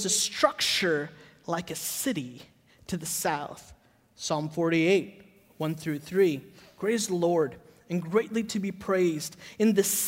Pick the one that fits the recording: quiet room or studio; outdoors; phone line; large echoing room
large echoing room